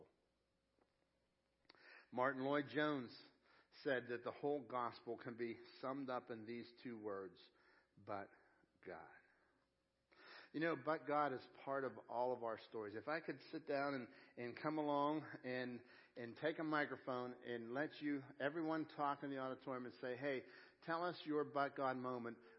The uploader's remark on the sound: Crossroad Ministries Live Service